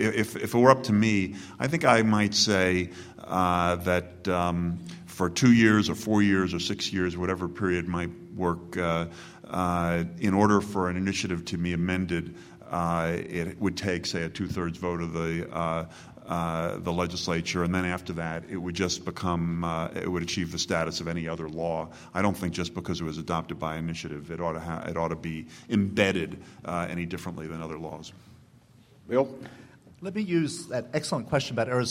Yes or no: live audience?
yes